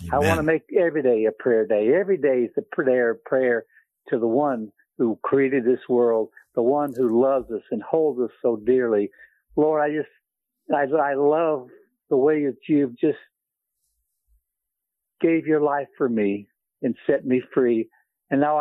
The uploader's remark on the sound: today’s call in prayer meeting